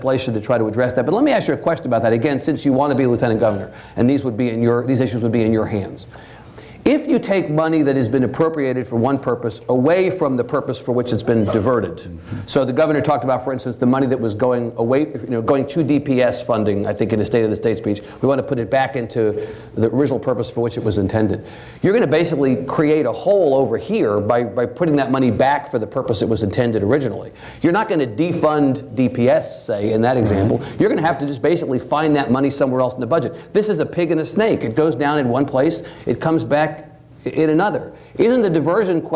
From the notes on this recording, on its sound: This event was recorded before a live audience in Austin. Our TribLive events feature discussion with our honored guests followed by questions from the audience.